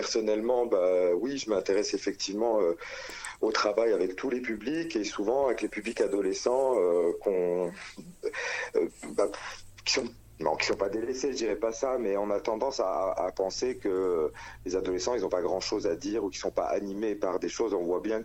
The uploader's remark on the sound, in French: Interview téléphonique